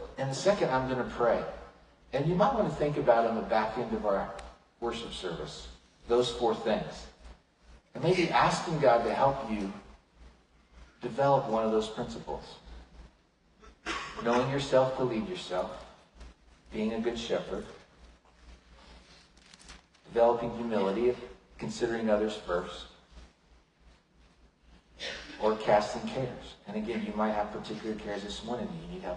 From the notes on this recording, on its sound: Unfortunately, the audio file for this sermon was corrupted, a lower quality audio was able to be produced from the livestream.